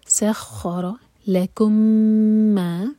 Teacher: سخر لکم ما، میم اور میم کا ادغام، ادغام متماثل، میم کو ہول کریں گے، میم پر شدہ ہے